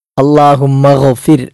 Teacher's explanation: ഒന്നാമത്തേത് അല്ലാഹുമ്മ ഗ്ഫിർ, അവിടെ ഗൈനാണ്, പുള്ളിയുള്ള ഗൈനാണ്. തൊണ്ടയുടെ ഏറ്റവും മുകൾ ഭാഗത്തുനിന്നും പുറപ്പെടേണ്ട അക്ഷരമാണ് ഗൈൻ എന്ന അക്ഷരം. ഗൈനിന് സുക്കൂനാണ്, അതുകൊണ്ട് അല്പം സാധാരണ ഫതഹോ കസ്റോ ഇട്ടാൽ നമ്മൾ ഉച്ചരിക്കുന്നതിനേക്കാൾ ശ്രദ്ധിച്ചാണ് സുക്കൂന് വരുമ്പോൾ ഉച്ചരിക്കേണ്ടത്.